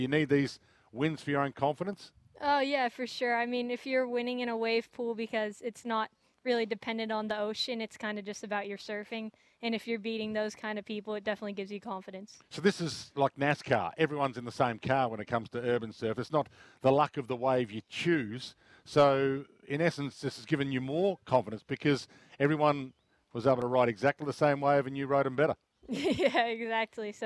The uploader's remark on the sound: live from the Sandy Golf Links!